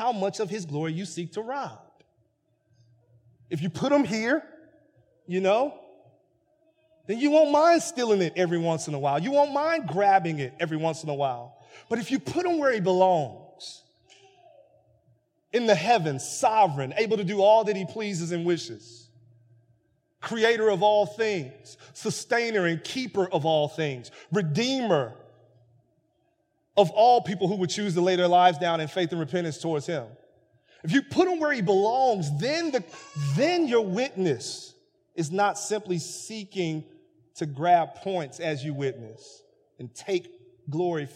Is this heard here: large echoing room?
yes